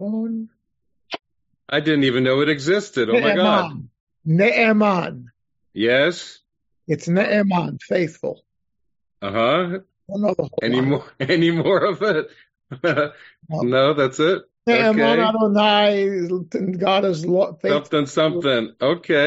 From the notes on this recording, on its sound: This class was conducted via Zoom